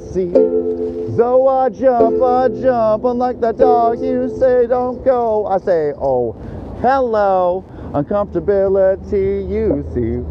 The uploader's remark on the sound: Outside a Target, Chick-fil-A, & Starbucks